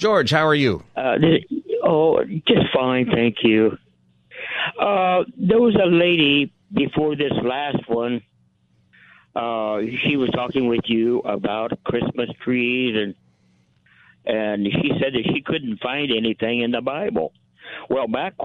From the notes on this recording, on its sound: holds Open Phone Friday